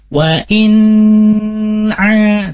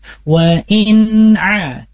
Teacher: huruf nun dia mempunyai sifat, ya, yaitu sifat di pertengahan antara mengalirnya dan tertahannya suara · Shown in: second take · Jadi tidak boleh terburu-buru.